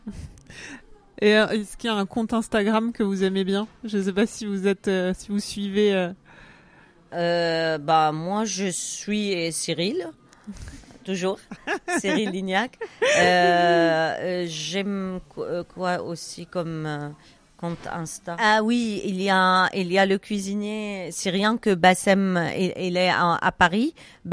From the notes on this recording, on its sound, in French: Cet épisode a été enregistrée début juillet dernier, chez Grand Scène donc, en live, à l’occasion du Refugee Food Festival. Le génial nouveau food court lillois.